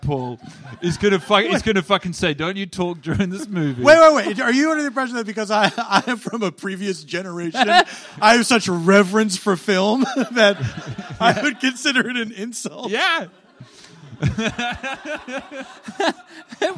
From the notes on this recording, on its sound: Live in LA. In front of a live Los Angeles audience.